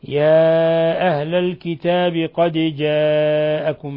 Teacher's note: الدال مقلقلة لسكونها لأنها من حروف قطب جد